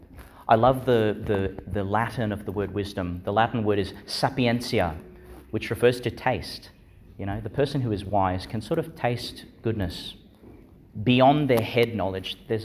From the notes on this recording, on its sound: Homily for the Seventeenth Sunday in Ordinary Time, delivered in Our Lady Star of the Sea Church, Gladstone, Qld.